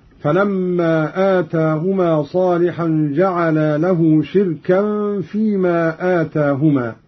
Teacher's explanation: قرأ قالون بكسر الشين وإسكان الراء وتنوين الكاف وترك الهمز هكذا: فلما آتاهما صالحا جعلا له شركا فيما آتاهما، وهو اسم مصدر بمعنى ذا شرك.